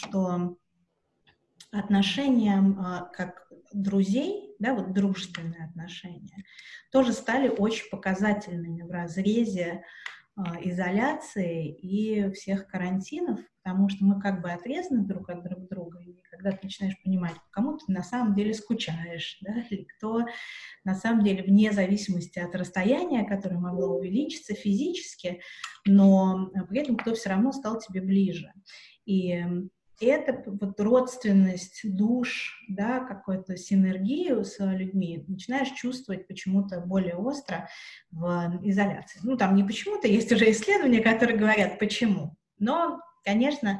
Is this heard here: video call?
yes